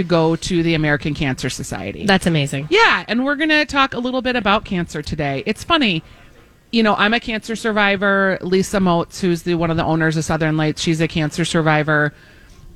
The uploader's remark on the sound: Broadcasting live at Southern Lights bringing awareness to cancer.